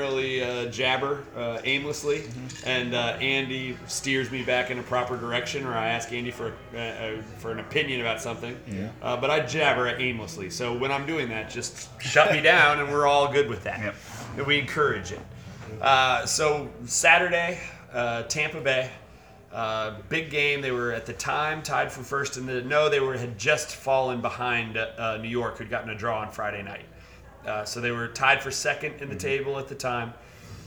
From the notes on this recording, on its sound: Live from Odeon!